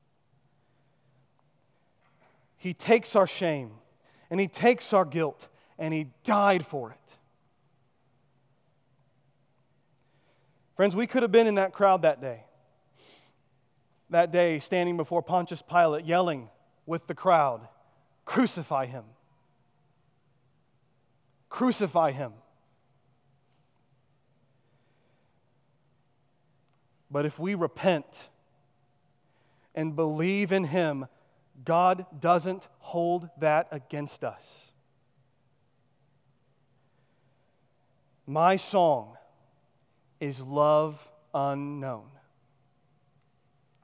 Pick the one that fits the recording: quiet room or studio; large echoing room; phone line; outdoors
large echoing room